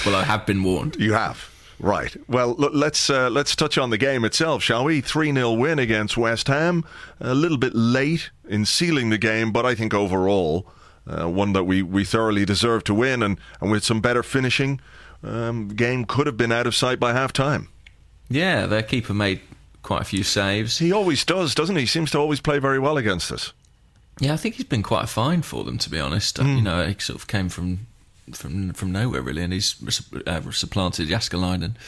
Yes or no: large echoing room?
no